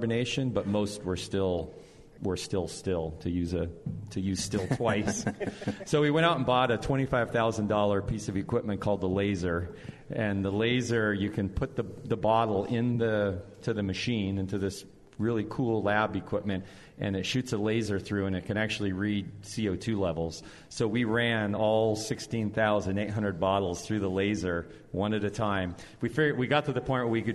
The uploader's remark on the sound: broadcast live from The Rare Barrel!